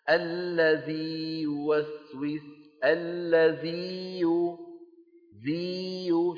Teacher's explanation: شايفين الياء كيف ممطوطة وممدودة بمقدار حركتين؟